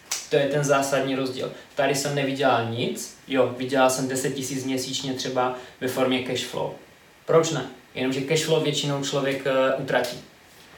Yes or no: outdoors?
no